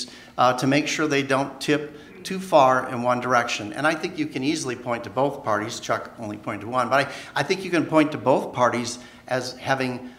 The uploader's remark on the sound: Recorded live before the Wisconsin Bankers Association Annual Capitol Day at Monona Terrace, Madison, Wis.